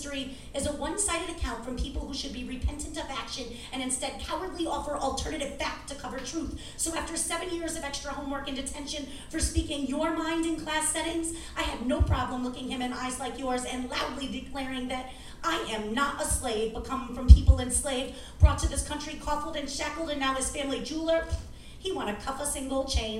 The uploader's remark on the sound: at the Brass Tacks poetry and spoken word open mic on September 18, 2018 at The Low Beat in Albany, NY